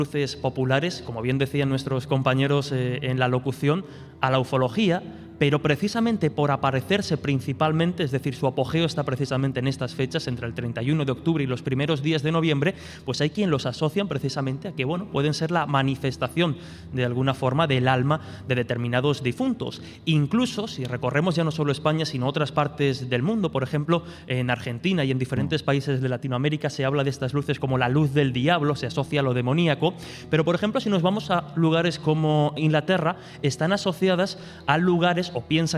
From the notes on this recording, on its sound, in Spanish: En directo desde la ciudad cántabra de Torrelavega, acompañados de varios centenares de 'invisibles' y de algunos de nuestros investigadores esenciales.